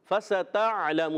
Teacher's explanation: سین باریک رہے، موٹا نہ ہو